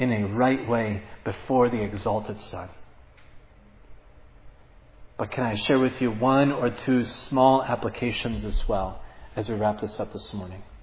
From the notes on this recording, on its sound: was preached at Providence Church on Sunday, April 10, 2022